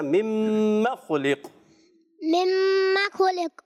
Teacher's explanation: مما کی میم کی حرکت جو ہے لمبا نہیں کرنا